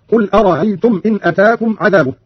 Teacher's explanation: قرأ قانون بتسهيل الهمزة الثانية من أرأيت الاستفهامية